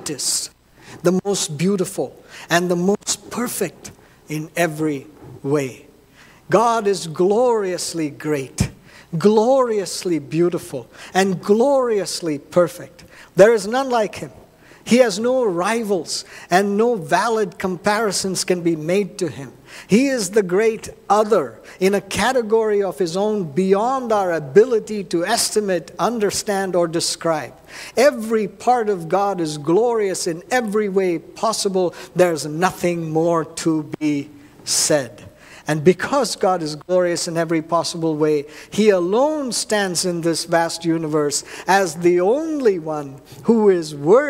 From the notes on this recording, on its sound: at New Life Fellowship Church, Concord, NC, on Sunday, May 7, 2023.